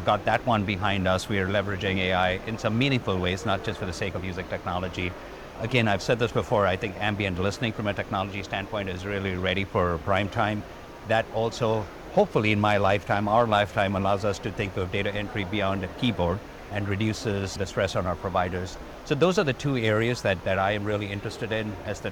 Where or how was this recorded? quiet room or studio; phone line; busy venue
busy venue